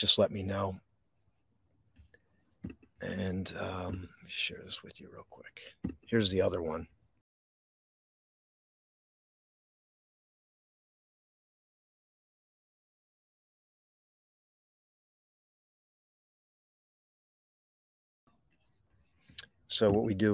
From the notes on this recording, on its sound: This Episode originally streamed live on location at Wissahickon Valley Park. The audio from this podcast was taken directly from this live stream.